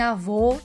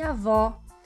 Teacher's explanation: Avô é som fechado, avó é som aberto.